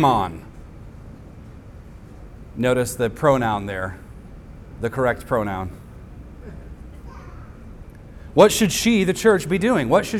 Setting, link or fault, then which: setting, large echoing room